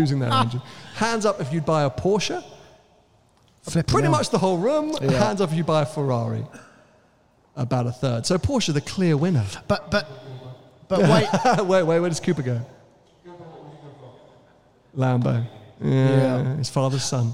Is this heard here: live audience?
yes